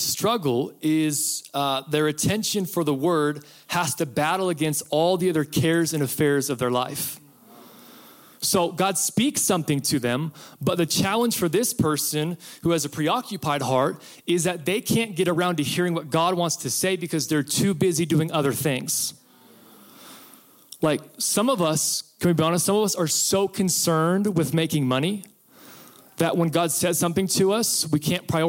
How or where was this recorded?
live audience